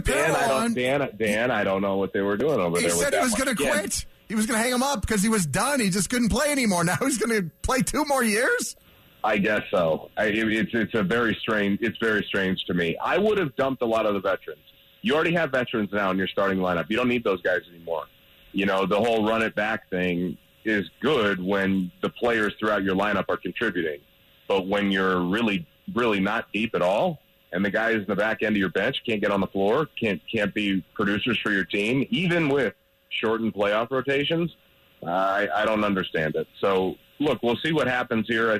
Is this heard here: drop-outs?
no